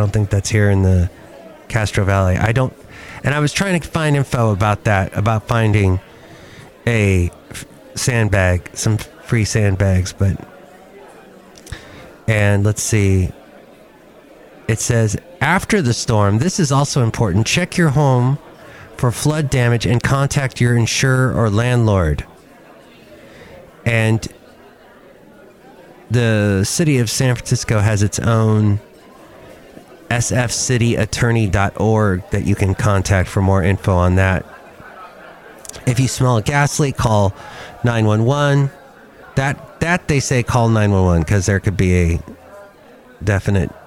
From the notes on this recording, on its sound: podcast live from Cafe Anyway